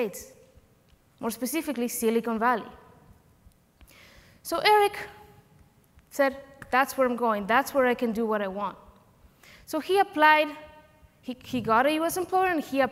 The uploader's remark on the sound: Recorded live at OCON 2023.